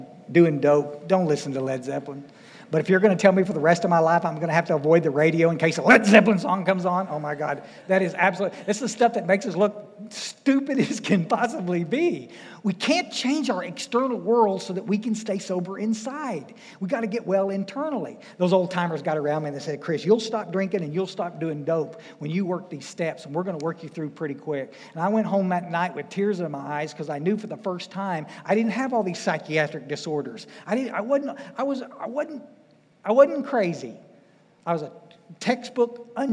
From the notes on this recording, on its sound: Speaking at the DAA State Conference in FL.